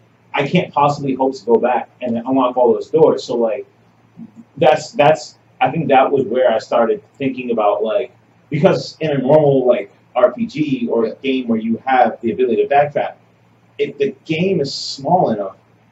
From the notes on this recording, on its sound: Audio is a little off, I'm sorry - I fixed it the best I could.